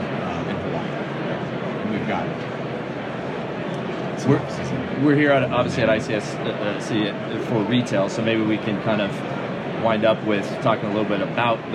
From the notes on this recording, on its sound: Live from ICSC RECON in Las Vegas.